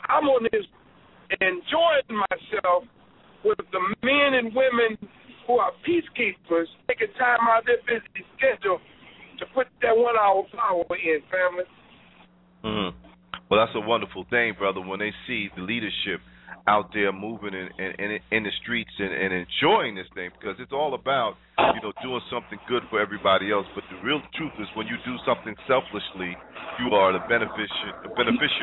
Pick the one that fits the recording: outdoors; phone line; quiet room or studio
phone line